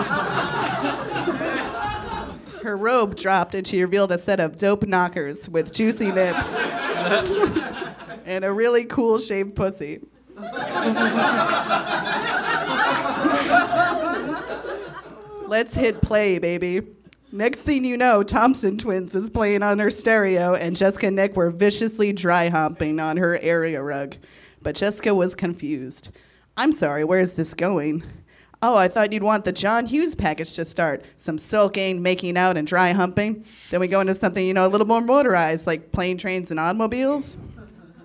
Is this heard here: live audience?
yes